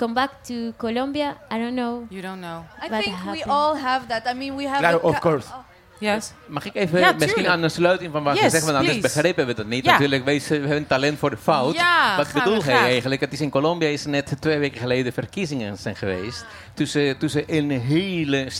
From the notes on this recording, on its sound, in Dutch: voor een live audience